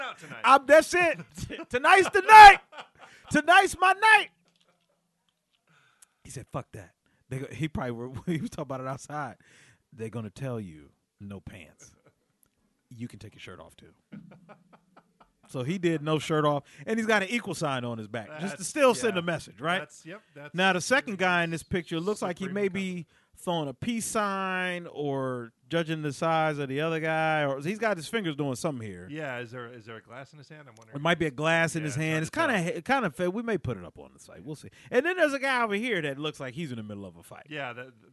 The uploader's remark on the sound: Recorded just minutes before the start of another Funny on the Fly show at The Comedy Zone in Charlotte, NC